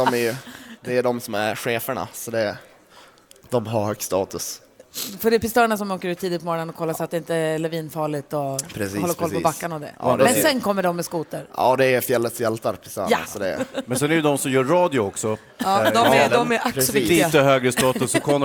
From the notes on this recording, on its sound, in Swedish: Live från Fjällkalaset!